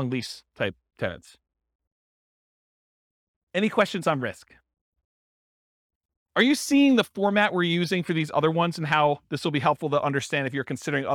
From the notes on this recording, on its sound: This was a live class recorded